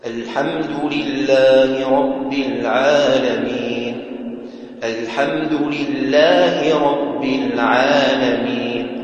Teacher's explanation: العين مرققة فترقق الألف بعدها، اللام مرققة فترقق الألف بعدها